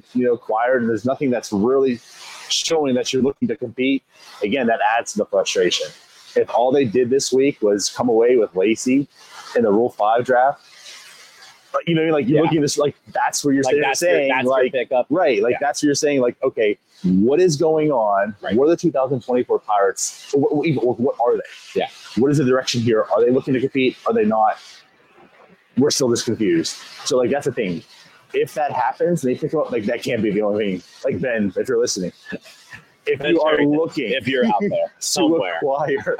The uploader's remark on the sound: Live from Nashville during the 2023 MLB Winter Meetings!